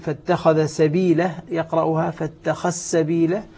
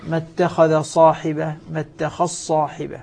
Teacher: الذال إذا صار عندنا يدغم في حرفين هما السين والصاد · Term: تدغم